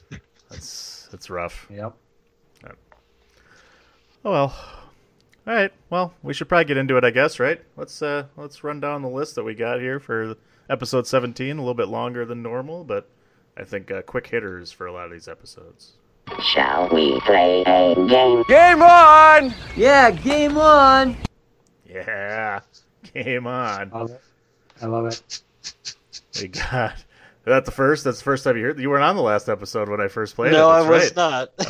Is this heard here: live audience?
no